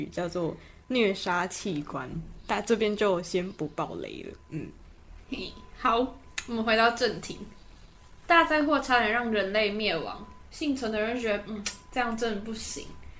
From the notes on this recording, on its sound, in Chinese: 如有雜音請見諒。換季，鼻子過敏，過敏人請舉手！附近就是榮總 真的很抱歉！場地與設備不完善，全真實錄音現場，絕無僅有。